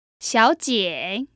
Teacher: That's two third tones.